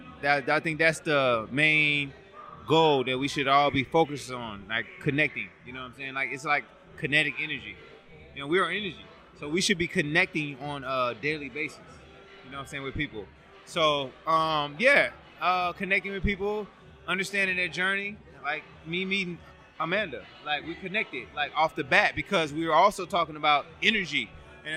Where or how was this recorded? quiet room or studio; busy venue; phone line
busy venue